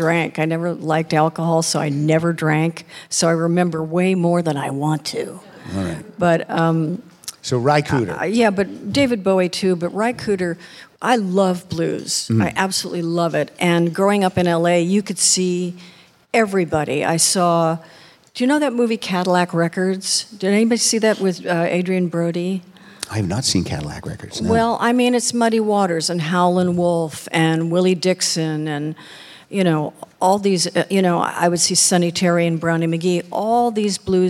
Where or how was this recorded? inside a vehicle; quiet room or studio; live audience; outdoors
live audience